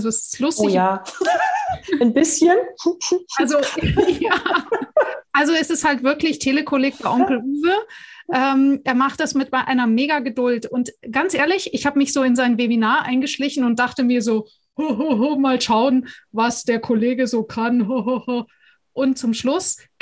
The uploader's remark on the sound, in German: Podcast zum interaktiven Live-Webinar